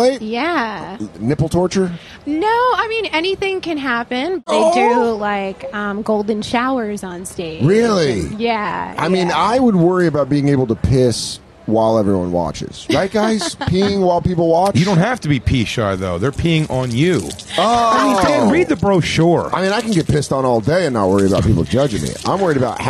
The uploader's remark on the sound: Live from Jones Beach